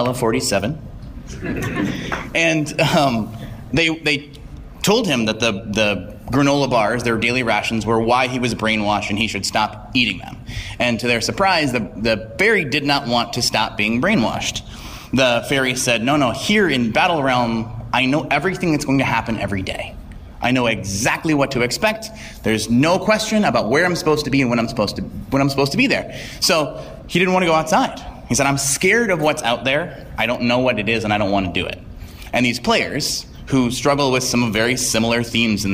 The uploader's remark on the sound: Wheelhouse Workshop at PAX East 2017. Here is the audio from Wheelhouse Workshop’s PAX 2017 panel.